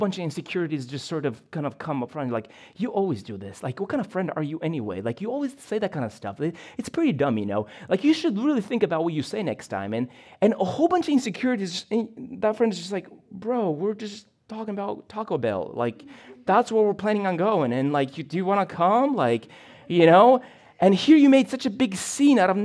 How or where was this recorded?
large echoing room